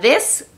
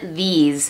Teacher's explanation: this tiene la S clara, these tiene S de Z